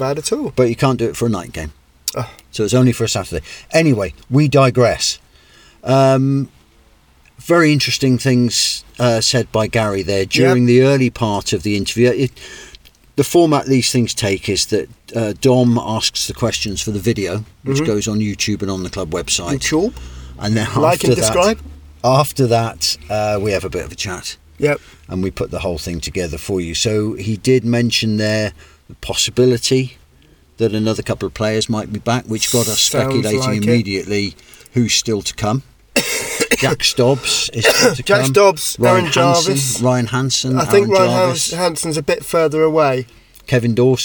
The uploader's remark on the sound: sit in a car outside the ground and watch the rain fall down and the windows steam up